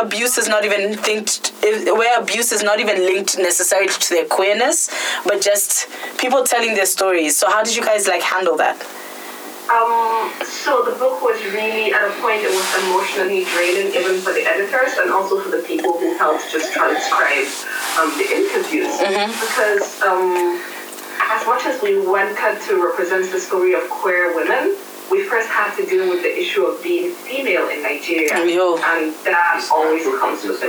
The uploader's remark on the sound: Warning: this podcast had ALL the technical issues, we shall get our Skype game right.